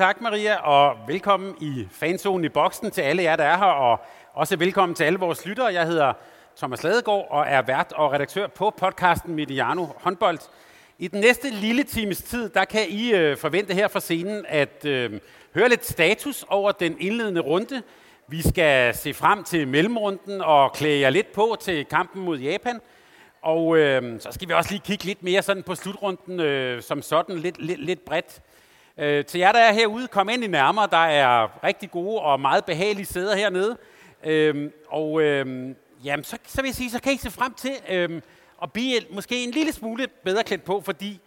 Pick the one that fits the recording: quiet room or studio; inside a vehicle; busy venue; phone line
busy venue